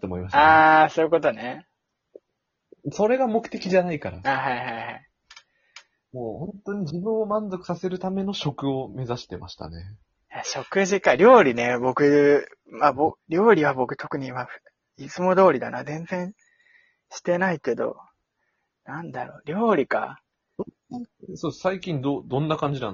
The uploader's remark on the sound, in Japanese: リモート収録思ったより手軽で、毎日やりたい。